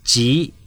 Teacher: Ji, rising tone, means gather.